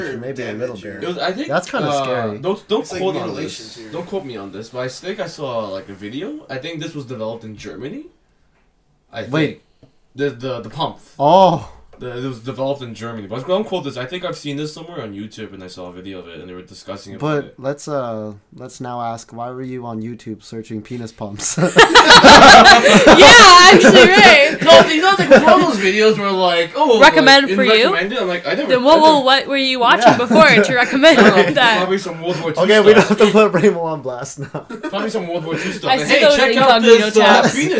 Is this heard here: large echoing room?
no